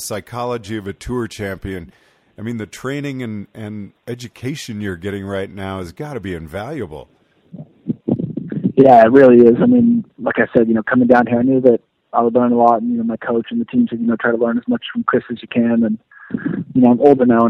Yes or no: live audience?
no